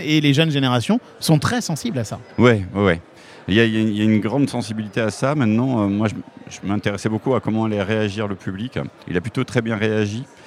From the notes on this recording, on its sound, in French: Dans cet épisode enregistré lors du MaMA